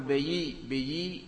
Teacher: يعني كأنك يعني الألف نحوت بها نحو الياء · Term: الإمالة الكبرى